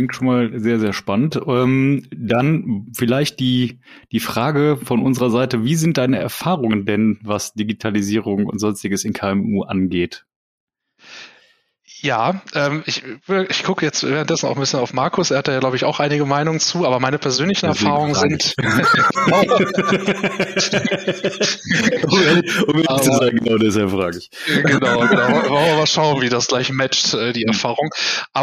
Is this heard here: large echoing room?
no